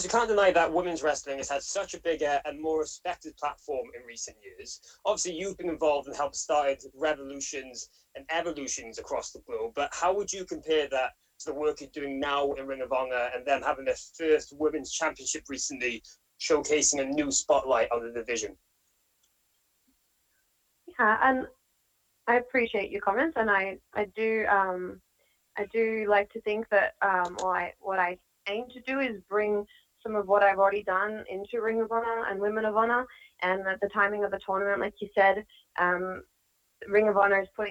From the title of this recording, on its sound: ROH Best In The World Media Call